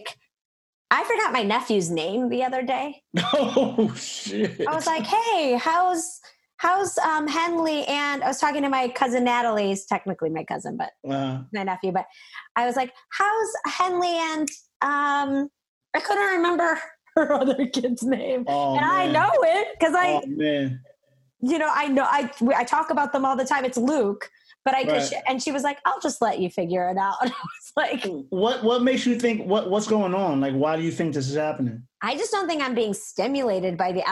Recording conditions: video call